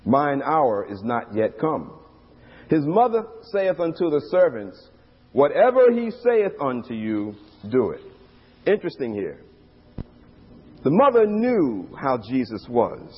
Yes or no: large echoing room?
yes